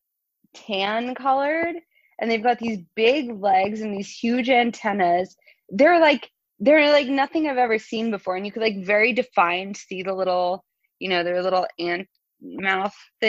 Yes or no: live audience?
no